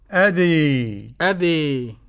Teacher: وقرأه حمزة والكسائي وخلف العاشر من إمالة الكبرى